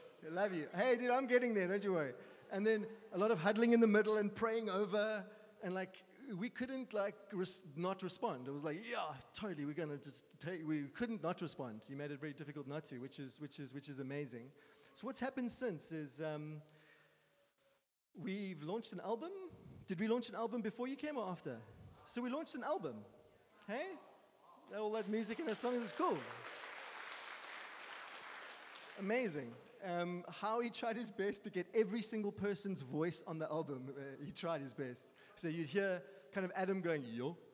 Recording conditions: large echoing room